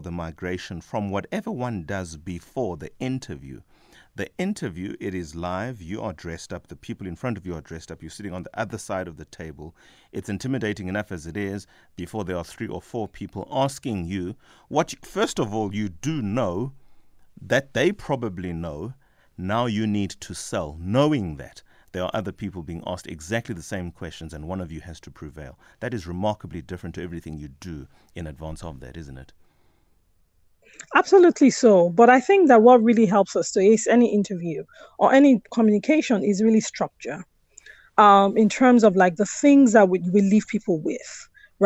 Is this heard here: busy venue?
no